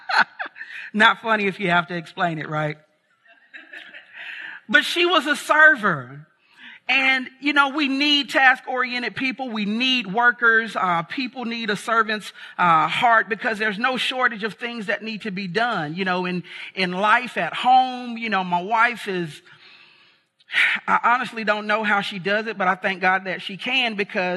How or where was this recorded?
large echoing room